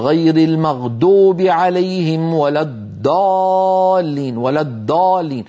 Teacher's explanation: منهم من يجعله دالا، الضاد يجعلوها دالا مفخمة، مثلا يقول غير المغضوب عليهم ولا الضالين، ولا الضالين، مهما ضغط على طرف لسانه الأمامي وفخمه لن يخرج الضاد المطلوبة، وإنما هذه دال مفخمة.